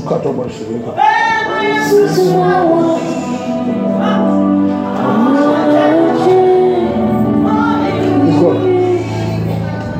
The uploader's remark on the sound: This message was preached at the July edition of the TOTS Service.